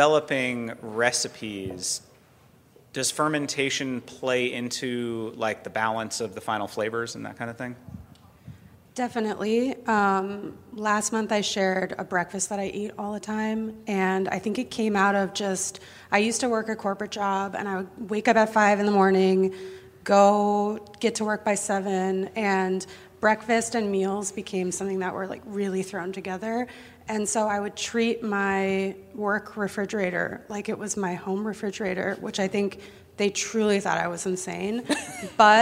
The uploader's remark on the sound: Live at Farm to People. This live recording is from March 8th.